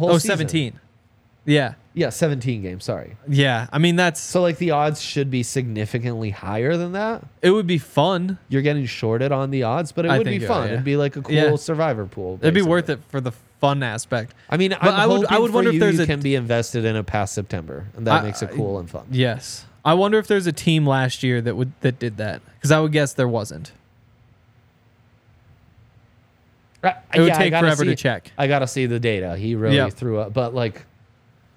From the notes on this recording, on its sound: coming to you LIVE from the DNVR Bar